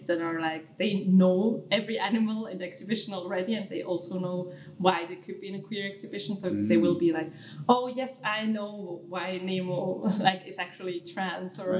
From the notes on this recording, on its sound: During a beautiful, noisy queer festival